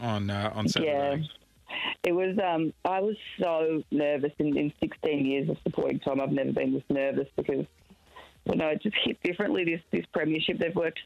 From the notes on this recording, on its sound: on the phone to check in with them both